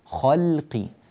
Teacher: ما ترى في خلق الرحمن، خلقي، فخم الخاء، رقق اللام، لا تأتي بتفخيم ضعيف في الخاء ولا بتفخيم قليل في اللام وهي مرققة. فخم الخاء جيدا ورقق اللام جيدا